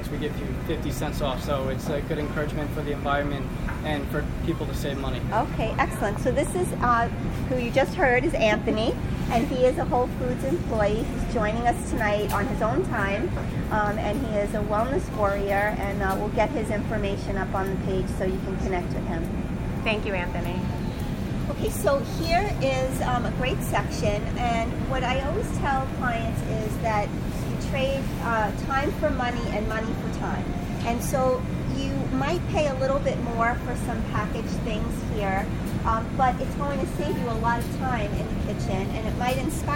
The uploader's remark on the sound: Thrive LIVE. Live from Whole Foods.